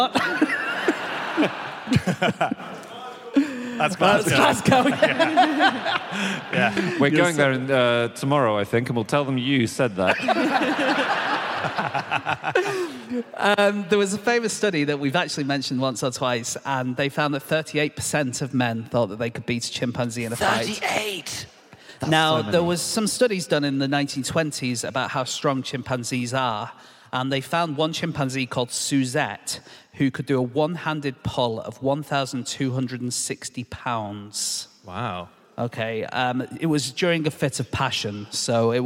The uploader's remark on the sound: Live from Aberdeen